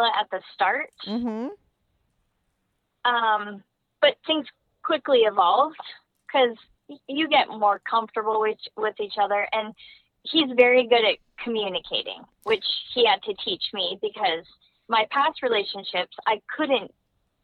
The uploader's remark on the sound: they both called in to talk all about it